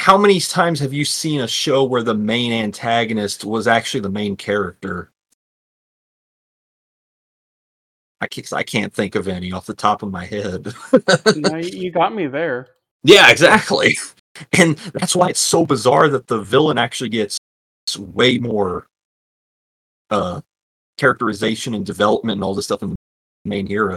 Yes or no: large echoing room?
no